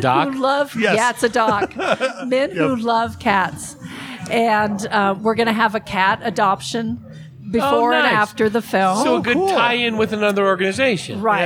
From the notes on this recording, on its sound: Recorded at The Raven Café, Prescott, AZ under the stairs where the cool people hang out. Recorded at The Raven Café, Prescott, AZ under the stairs where the cool people hang out.